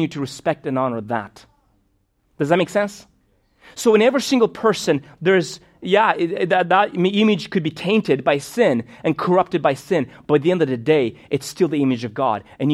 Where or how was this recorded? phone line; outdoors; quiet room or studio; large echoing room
large echoing room